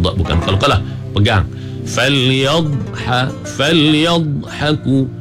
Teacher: Di tepi ni pula sengit ke beberapa batang gigi geraham di belah kiri ataupun kanan. Makhraj bagi huruf dha ni, dia memanjang, ada sifat istitalah bagi dha